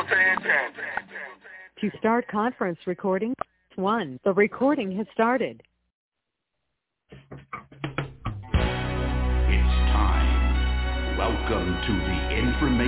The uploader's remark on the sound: TNTSuperfantastic Conference Call.